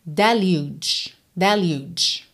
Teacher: Atenção que o som da letra U aqui é como o nome da própria letra U, que é U. E esse G acaba soando um pouco como se fosse um DJ.